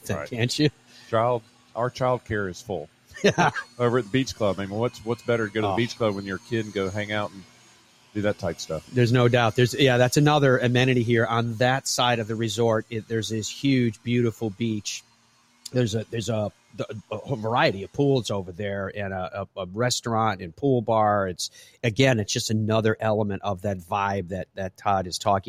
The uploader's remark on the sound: Broadcasts live from Sea Island and the RSM Classic with special guests throughout.